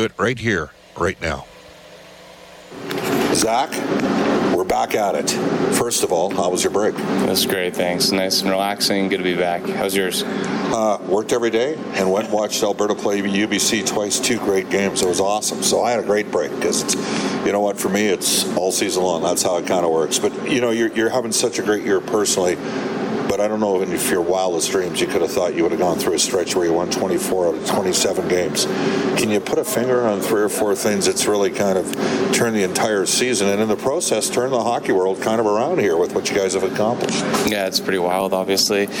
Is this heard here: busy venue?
yes